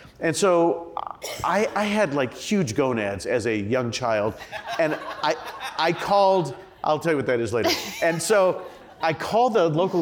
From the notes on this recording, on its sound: During a live taping at the Crosscut Ideas Festival in May.